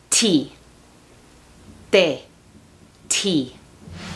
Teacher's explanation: En inglés, cuando dices la letra T, echas aire. Aparte, la lengua no está en la misma posición.